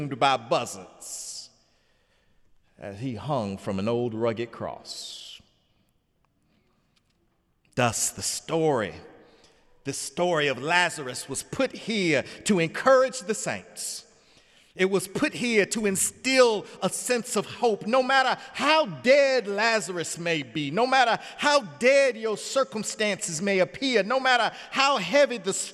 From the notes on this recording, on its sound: sermon on The Fifth Sunday in Lent, Sunday, April 2, 2017 in the Memorial Church.